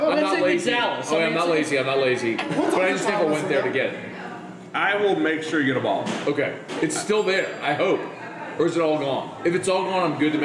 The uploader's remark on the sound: Bourbon Conversations At Gov't Taco.